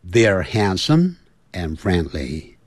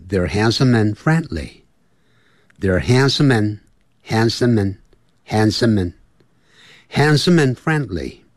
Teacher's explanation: 由于 handsome 后头有一个 and，所以那个 some 跟 and 产生连音了。